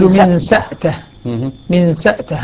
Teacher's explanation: ابن ذكوان يقرأ الهمزة ساكنة